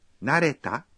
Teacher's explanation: Para convertir en pregunta una oración terminada en uno de estos verbos, basta con pronunciarla en tono ascendente